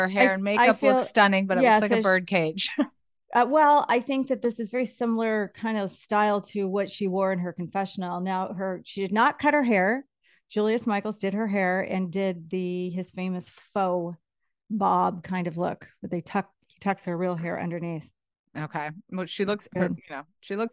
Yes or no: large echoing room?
no